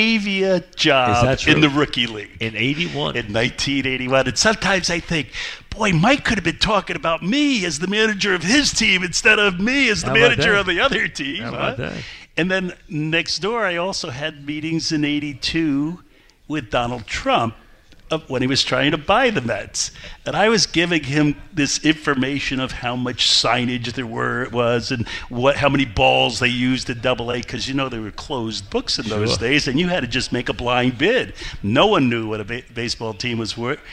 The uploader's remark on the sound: Live at the Paley Center. Live on set.